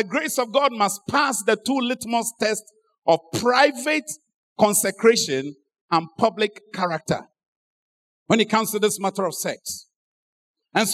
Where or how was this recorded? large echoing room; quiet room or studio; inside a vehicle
large echoing room